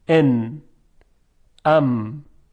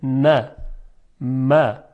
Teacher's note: اینها غنه دارن اما غنهشون بسیار کمه و اون غنه همون است که از خیشوم داره خارج میشه. حالا اگر ما راه خشم رو مسدود بکنیم، یعنی حفره های بینی رو مثلا با دست بگیریم و مسدود بکنیم، میبینیم که همون صدای نه و مه هم خراب میشه، یعنی اون حالت عادی رو نداره.